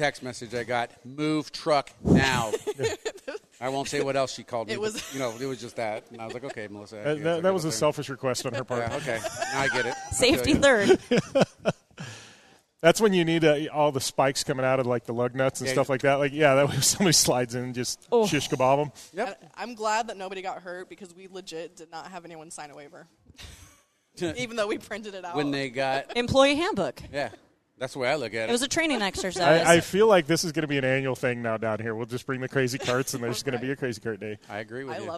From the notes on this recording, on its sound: In this episode we are coming live from Rigid Industries talking with staff during "Employee Appreciation Day".